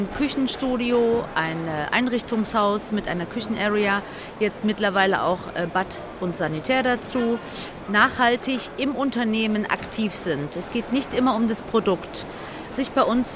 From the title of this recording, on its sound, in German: Live von der area30